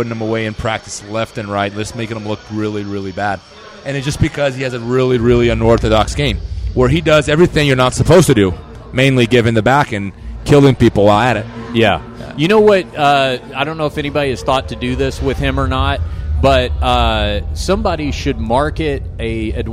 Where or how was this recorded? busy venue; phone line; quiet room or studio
busy venue